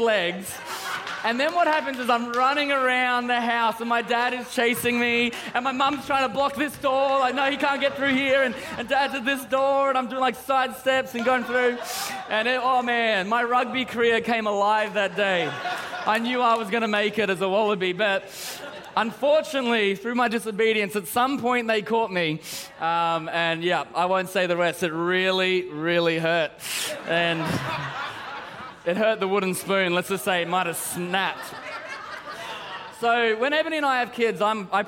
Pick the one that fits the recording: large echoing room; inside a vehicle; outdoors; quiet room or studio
large echoing room